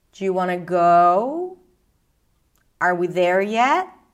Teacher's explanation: I'm keeping my intonation rather flat until I reach the last word. · Term: rising intonation